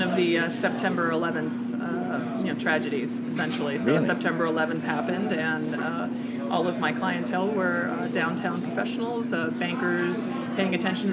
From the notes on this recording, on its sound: we took a road trip and recorded the episode right at Lucky’s.